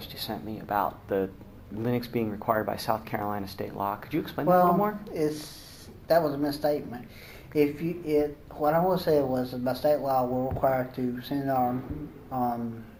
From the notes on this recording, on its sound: I made sure to get most of the important parts, even slowing down the recording - but some stuff just did not come out clearly. We were in a very quiet room, but the Fuze's mic is not professional quality. Audio notes: Volume normalization & removal of bias, and the noise of me pressing buttons on the Fuze was removed.